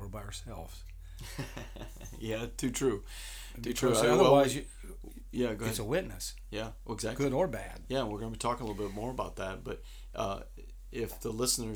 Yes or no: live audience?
no